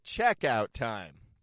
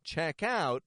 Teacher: Nouns are going to be stronger in the beginning, the checkout time. Verbs are going to be stronger in the ending. · Term: stress